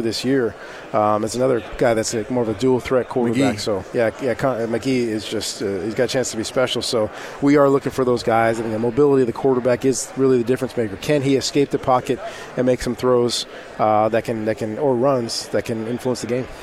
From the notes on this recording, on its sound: live from Pac-12 Media Day